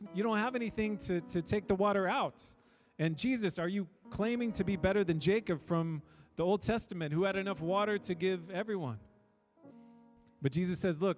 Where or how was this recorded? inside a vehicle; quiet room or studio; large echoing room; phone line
large echoing room